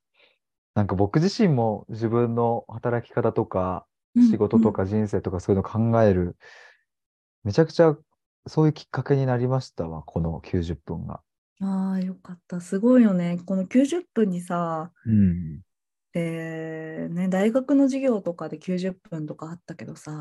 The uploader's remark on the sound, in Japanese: zoom対話の音声を初公開！